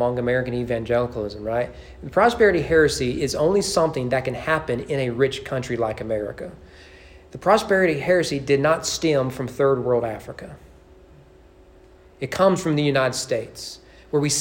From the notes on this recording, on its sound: Sermon preached at East Frankfort Baptist Church